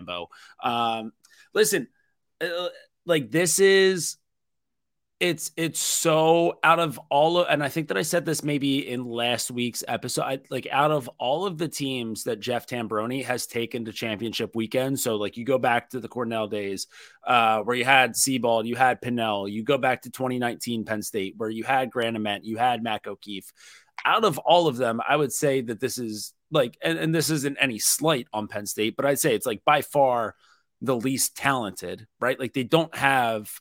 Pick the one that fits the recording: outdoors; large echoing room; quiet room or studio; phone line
quiet room or studio